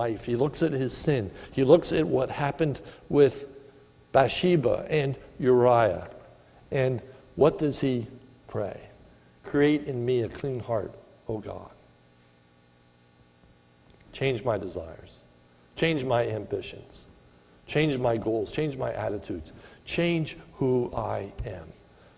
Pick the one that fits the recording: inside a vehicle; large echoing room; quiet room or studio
large echoing room